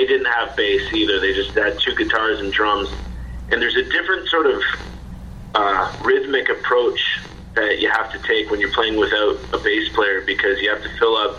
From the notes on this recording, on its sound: On Beach BOOSTER Radio. Via phone from Ottawa.